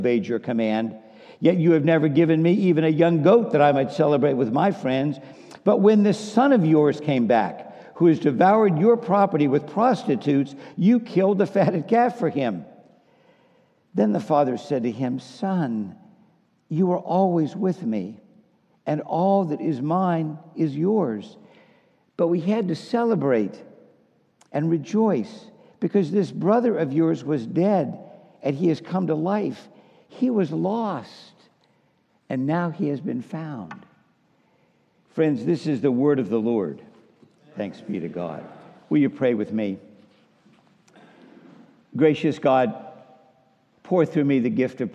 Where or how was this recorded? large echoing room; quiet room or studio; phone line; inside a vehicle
large echoing room